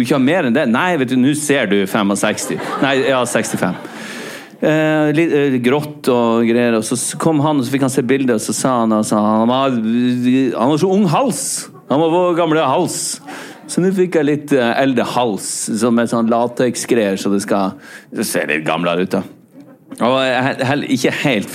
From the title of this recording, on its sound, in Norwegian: Vår andre LivePod! Fra et fullsatt Stavangeren!